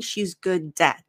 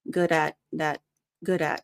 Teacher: notice that when it links, I'm not doing a very hard D · Shown in: second take · So I'm not saying she's good at. · Term: linking